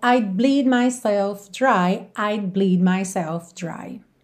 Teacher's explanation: I'd bleed. Porque na hora que eu tô com a língua no céu da boca para fazer o D do would contraído, aí eu já tô fechando o lábio pro bleed